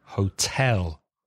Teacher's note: it's a two-syllable word, hotel, but the stress is on the second syllable